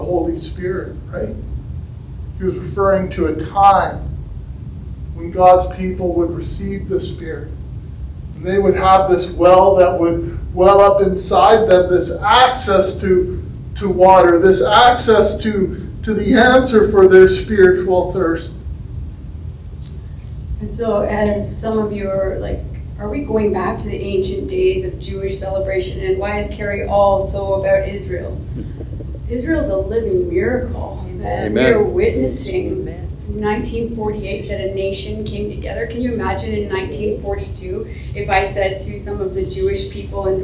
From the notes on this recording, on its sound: our live service at the Xtreme Theatre